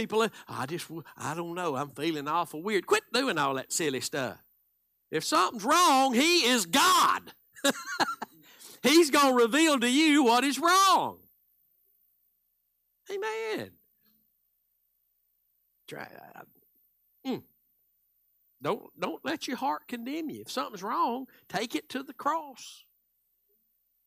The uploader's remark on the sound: Live Wednesday Evening Service